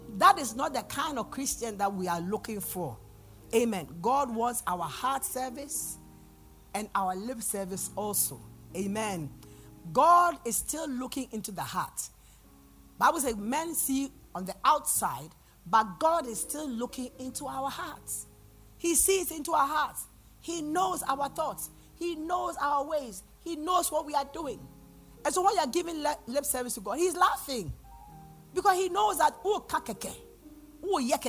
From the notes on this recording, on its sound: PREACHED AT THE LIBERTY SANCTUARY OF THE LORDS GARDEN MINISTRIES